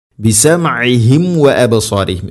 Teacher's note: സാക്കിന മീമിന് ശേഷം വ അല്ലെങ്കിൽ ഫ വന്നു കഴിഞ്ഞാൽ രണ്ട് ചുണ്ടുകൾ തമ്മിൽ തട്ടിച്ച് കൃത്യമായിട്ട് അതിനെ പൂർണ്ണമാക്കിയിട്ട് ഉച്ചരിക്കണം. മീമിനെ പൂർണ്ണമാക്കി ഉച്ചരിക്കണം.